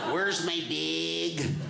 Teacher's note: It's very nasally. Everything I say sounds like a game show buzzer, right? · Term: Wisconsin accent